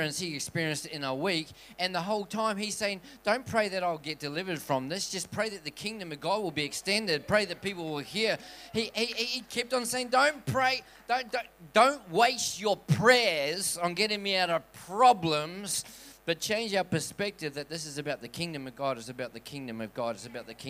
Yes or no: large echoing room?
yes